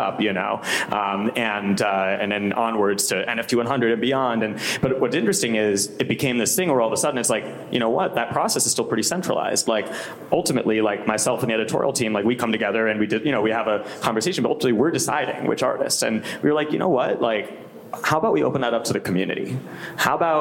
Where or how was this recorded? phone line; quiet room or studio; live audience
live audience